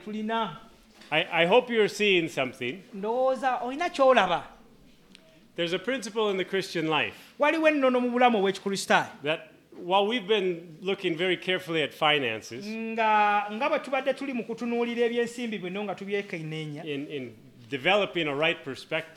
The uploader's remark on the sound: At Lubumba Community Church on Sunday, February 25 2024.